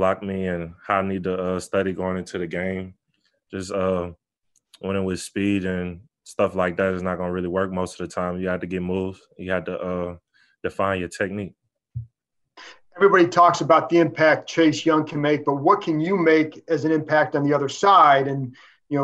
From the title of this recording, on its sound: Zoom Press Conference